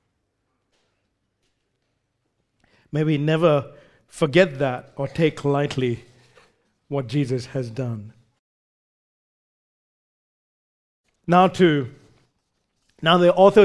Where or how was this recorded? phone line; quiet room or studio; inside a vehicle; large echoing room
large echoing room